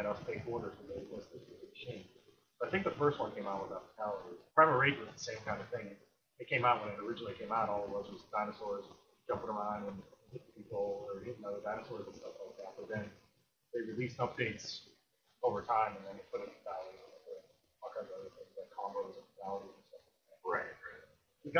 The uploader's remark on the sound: Apologies for the sound quality. We got a new set up and I didn’t test it. I thought that I had it figured out before recording, but I didn’t.